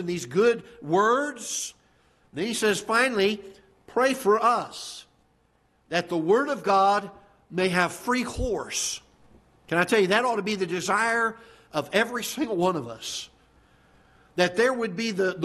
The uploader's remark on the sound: Ketha Heights Baptist Church ~ Live Broadcast